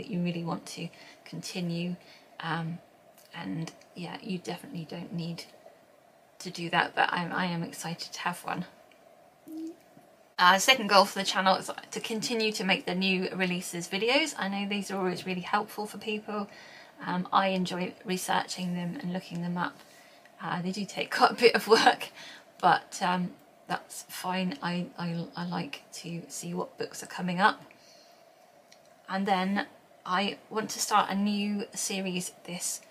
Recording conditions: background noise